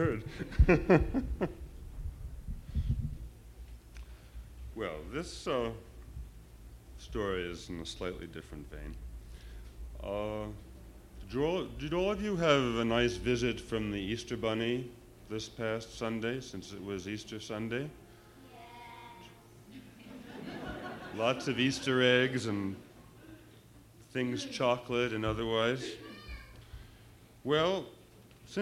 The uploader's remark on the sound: authors take turns reading books, many illustrated, to an audience of children and adults